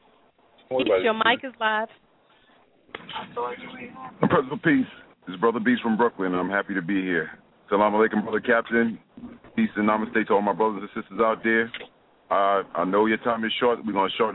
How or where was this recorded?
phone line